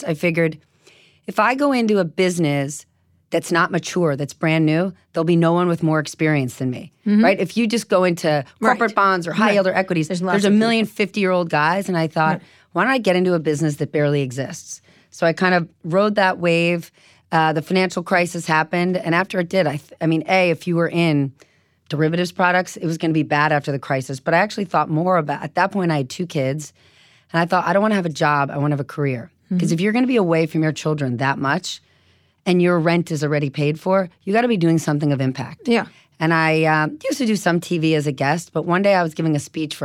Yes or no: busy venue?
no